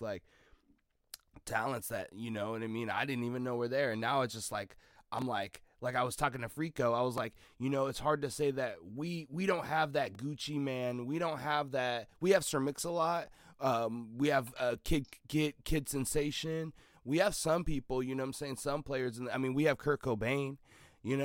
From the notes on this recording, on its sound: Sorry for the technical difficulties. Had to share this dirty audio episode because the message in it.